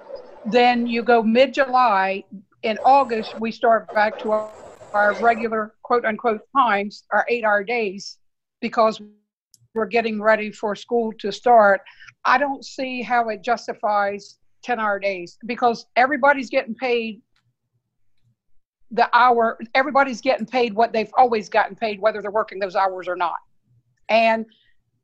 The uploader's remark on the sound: This meeting was conducted online using the Zoom video conferencing platform.